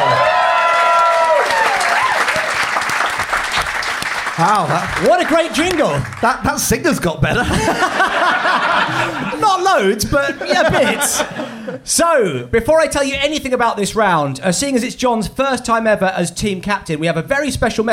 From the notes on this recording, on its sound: recorded live at The Phoenix pub